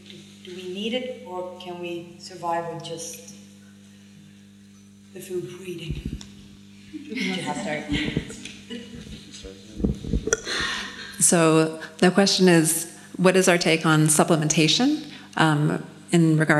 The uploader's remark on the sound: During our most recent Plantpower Italia retreat, we hosted a panel discussion on the subject of holistic health and alternative healing modalities. The three-person panel.